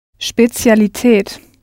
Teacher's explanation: your English sh sound, speciality, will turn into yet another ts sound written with a z